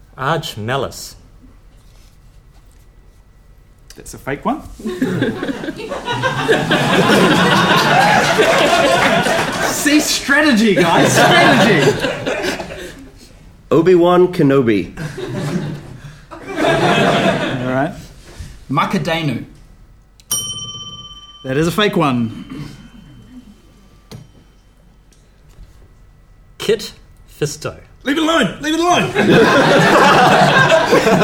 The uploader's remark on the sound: A brand new panel show recorded live at Orange Studio in Christchurch, New Zealand.